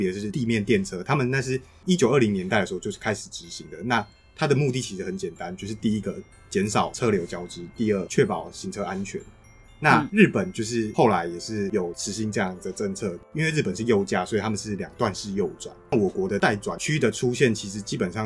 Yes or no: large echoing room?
no